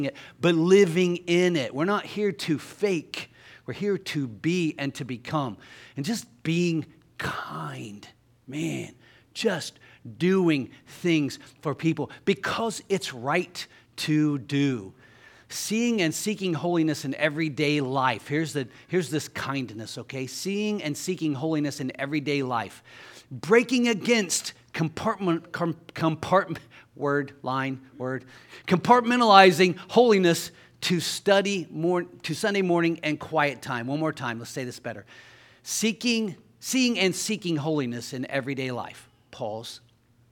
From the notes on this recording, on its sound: Sunday Morning Service.